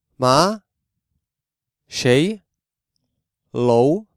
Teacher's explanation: The second tone starts in the middle height and goes up, just as if you were asking a question.